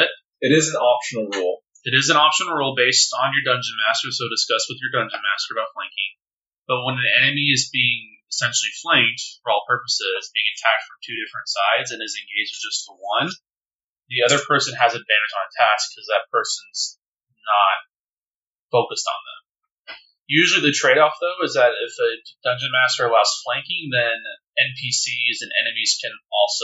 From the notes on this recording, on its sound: Due to this being our first recorded actual-play with limited equipment/knowledge, the audio of both Parts 1 and 2 of this actual-play isn't ideal.